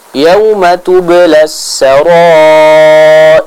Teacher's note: di akhir ayat jangan lupa huruf ro-nya dibaca dengan tipis